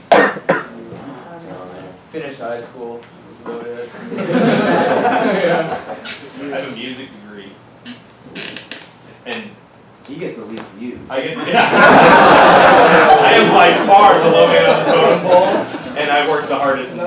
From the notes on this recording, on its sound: This recording is of our live Q&amp;A with the OIART students. This recording is of our live Q&A with the OIART students and features a panel of YouTubers.